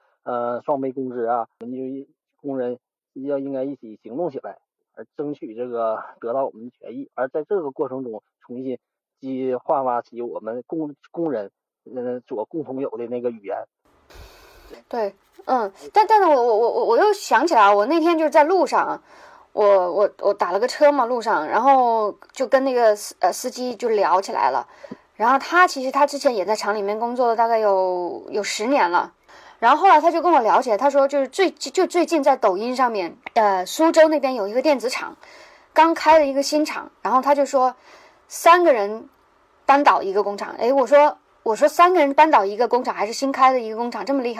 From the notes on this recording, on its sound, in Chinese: 这期节目，我们邀请到两位在工厂打工的朋友。录制的时候他们还没下班。打工者录制“打工人”节目的时候还在打工。录音质量也受影响。